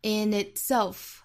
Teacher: in 后面的这个鼻音，在跟后面元音又形成辅元连读